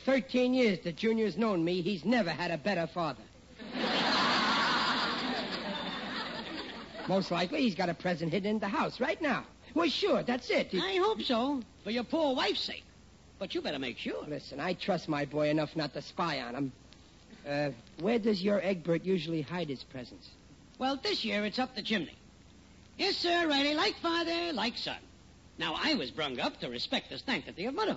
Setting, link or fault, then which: setting, live audience